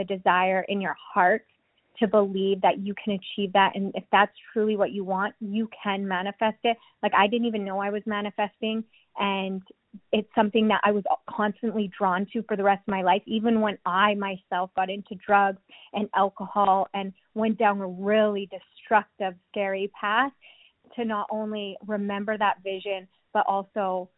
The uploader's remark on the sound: called into the podcast hotline